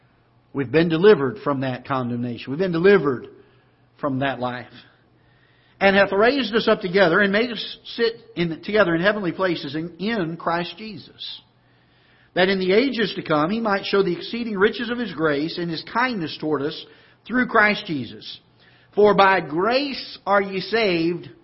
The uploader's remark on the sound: Ketha Heights Baptist Church ~ Live Broadcast